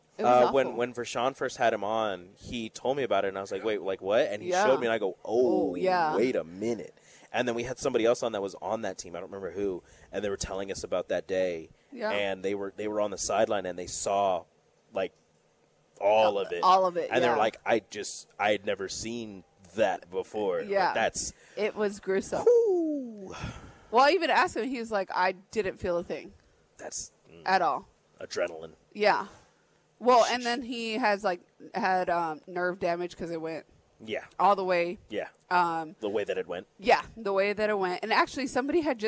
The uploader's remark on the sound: Live at Mary Ellen's